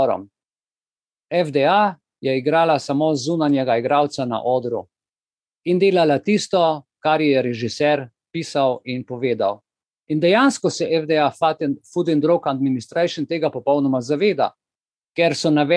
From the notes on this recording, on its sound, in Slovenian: Zoom srečanju, ki je pred vami